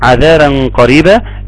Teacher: الغنة مفخمة لان بعدها حرف مفخم